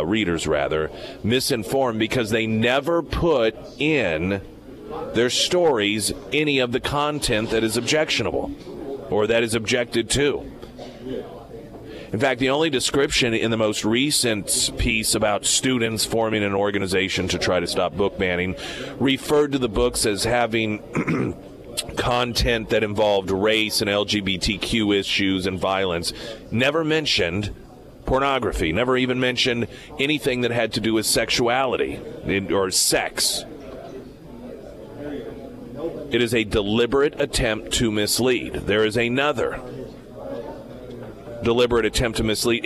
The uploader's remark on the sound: Is live at Scramblers Diner for the Friday Road Show & Heroes Breakfast.